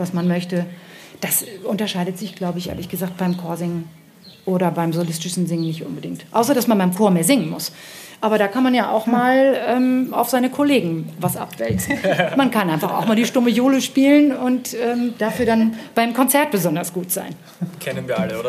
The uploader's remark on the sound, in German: Live vom Vokalfestival Totzenbach.